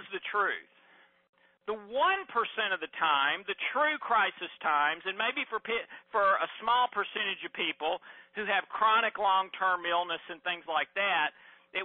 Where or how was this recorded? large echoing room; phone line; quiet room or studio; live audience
phone line